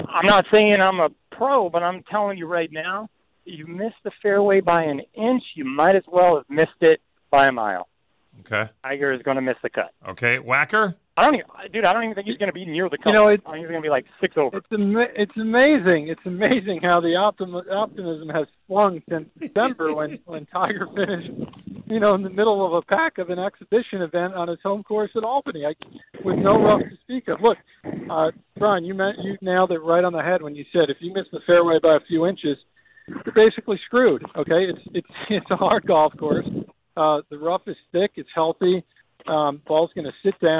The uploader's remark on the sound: LIVE on the course at PGA National